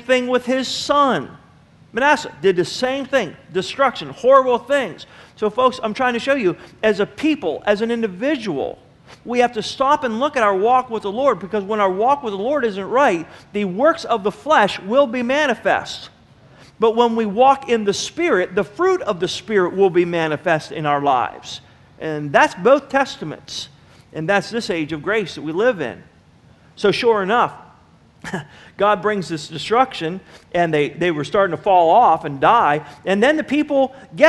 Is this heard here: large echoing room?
yes